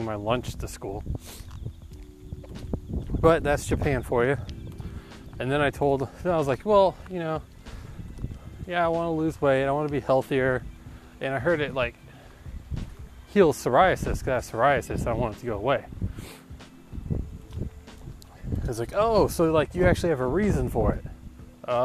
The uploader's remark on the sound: sorry about the poor audio quality this episode, it was a little windy